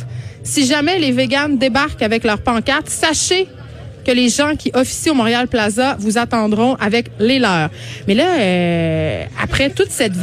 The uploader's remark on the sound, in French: En direct du Salon de l'auto de Montréal